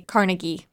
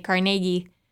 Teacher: with a bigger emphasis on the middle syllable · Shown in: second take